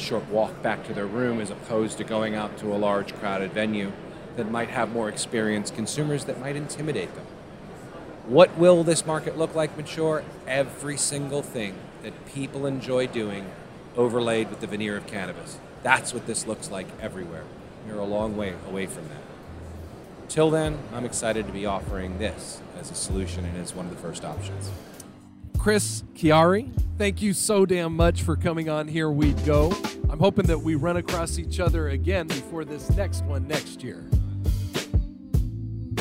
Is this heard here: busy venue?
yes